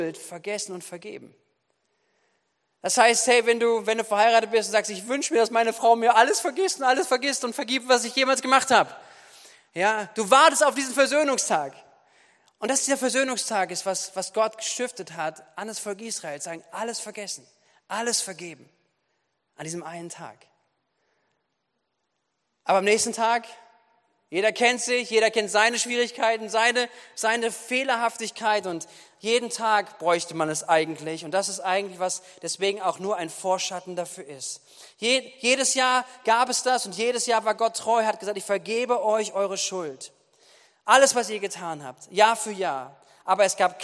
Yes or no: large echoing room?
yes